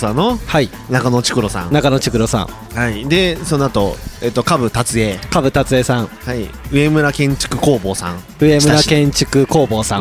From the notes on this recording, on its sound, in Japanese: 愛知県東海市を中心に、お酒を呑みながらおじさんが喋るラジオ。東海市名和町にございます「志げ家」さんで収録！